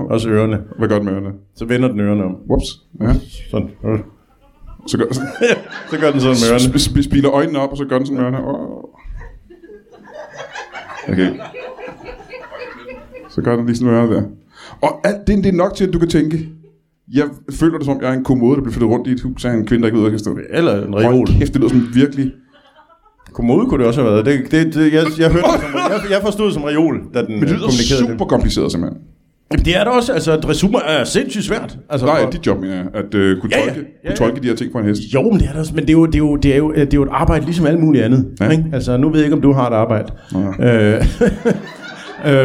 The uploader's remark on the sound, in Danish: LIVE fra Tobbers i Kolding. Optaget foran et mageløst publikum på gode gamle Tobbers i Kolding.